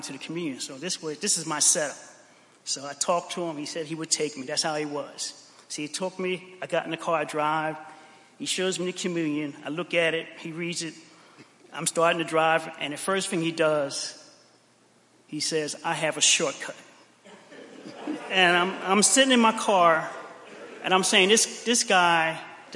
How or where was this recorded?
large echoing room